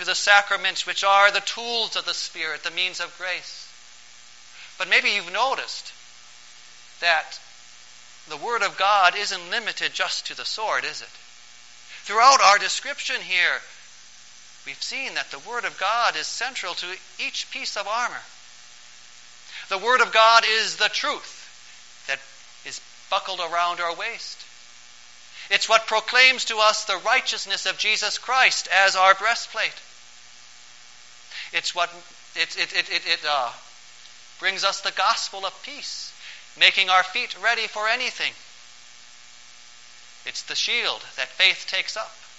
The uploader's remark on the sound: Preached on September 9, 2012, for the Fifteenth Sunday after Pentecost